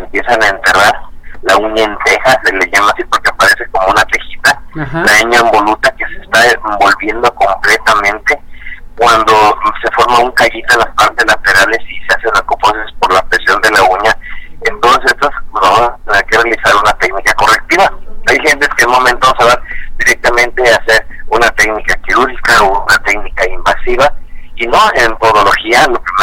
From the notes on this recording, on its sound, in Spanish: entrevista telefónica exclusiva